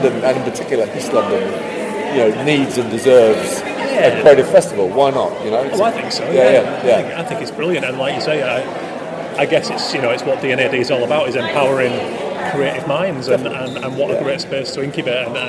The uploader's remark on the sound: On location at the inaugural D&AD festival at the Old Truman Brewery.